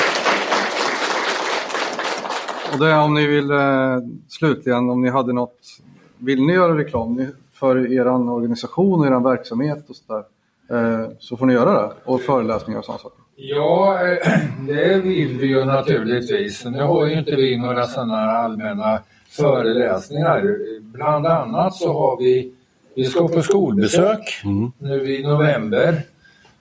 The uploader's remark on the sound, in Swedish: FN-Dagen live i Norrköping. På vårt första liveframträdande som Militärsnack. Detta på Norrköpings stadsbibliotek. Detta är hela samtalet som det kördes inför publiken på plats. Frågeröster.